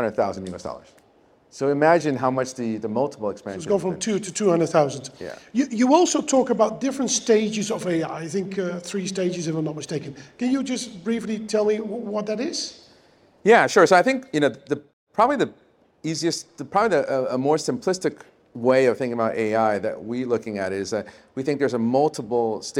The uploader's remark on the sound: Take the podcast live for the first time ever, recording in front of a studio audience at HSBC's Asia headquarters.